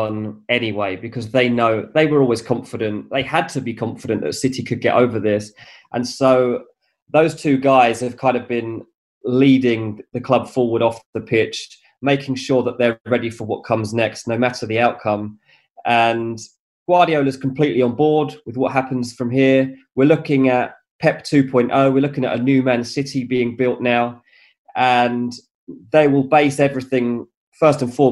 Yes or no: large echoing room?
no